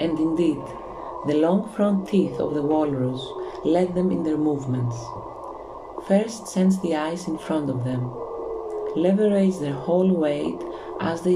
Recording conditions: sounds in the background